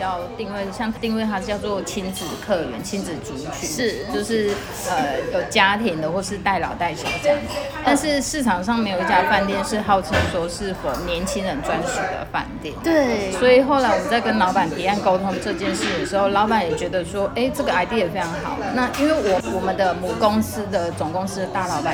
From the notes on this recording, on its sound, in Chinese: 本集錄音現場環境較為吵雜，但內容精彩難以割捨，因此已盡量作最大降噪的處理。